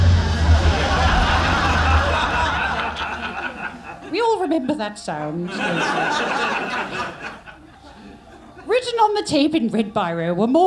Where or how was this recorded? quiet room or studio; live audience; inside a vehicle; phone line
live audience